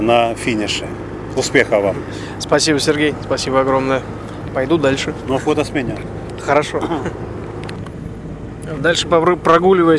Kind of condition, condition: setting, outdoors